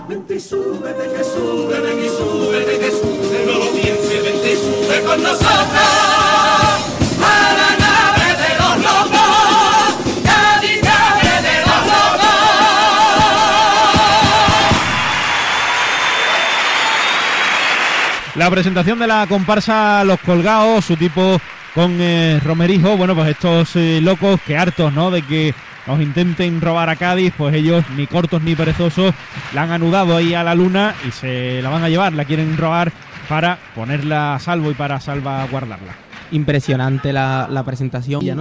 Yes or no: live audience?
yes